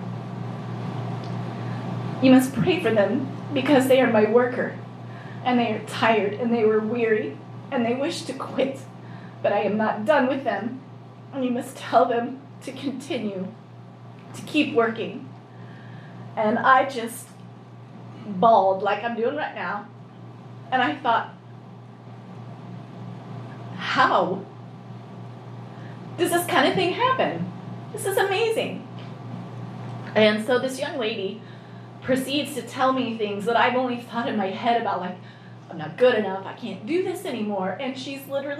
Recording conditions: large echoing room